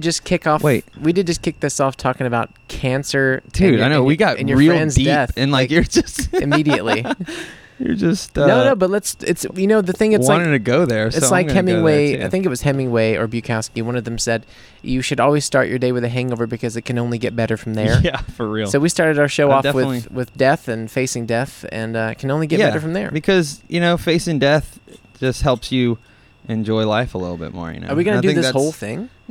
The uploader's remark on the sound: sit outside on a hot New Orleans night and share a drink or 8.